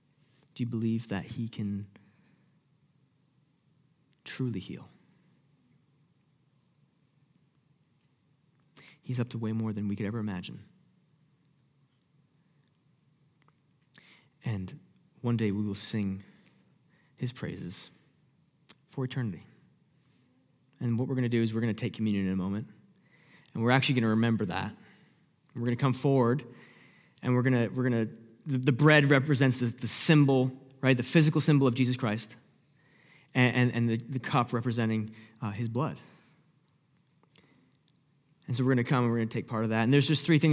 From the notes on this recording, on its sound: Sermon Audio From Northview Young Adults.